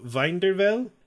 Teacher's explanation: I want to almost make the W into a V.